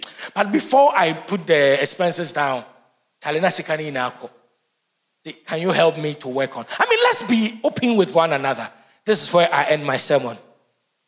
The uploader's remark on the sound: Sermon preached at CBC Shiashie Campus